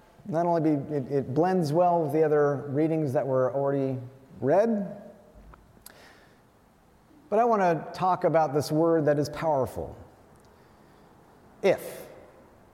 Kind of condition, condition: setting, large echoing room